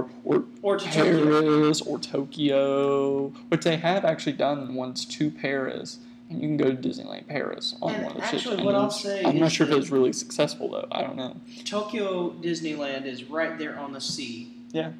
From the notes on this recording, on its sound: Also, please excuse some of the audio issues. The team is still working on learning their equipment.